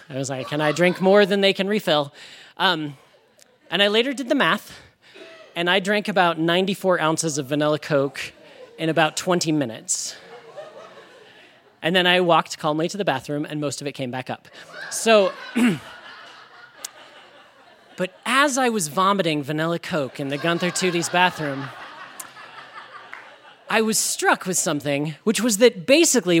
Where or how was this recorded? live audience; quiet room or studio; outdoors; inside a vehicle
live audience